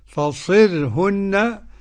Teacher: يكسر الصاد مع ترقيق الراء